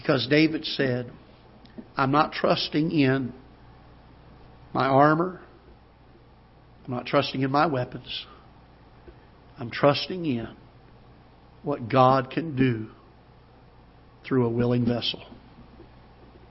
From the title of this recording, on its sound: Ketha Heights Baptist Church ~ Live Broadcast